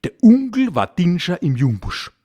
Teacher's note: Das U ersetzt Buchstaben und Umlaute. Bei Onkel zum Beispiel wird das O durch ein U ersetzt.